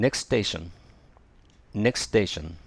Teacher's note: 前の T を発音しなければ、Next Station 言いやすいですね